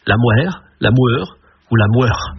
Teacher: ils avançaient les lèvres en avant, ils labialisaient